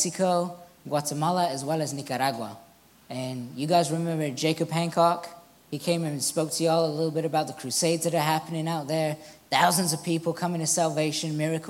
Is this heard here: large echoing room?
yes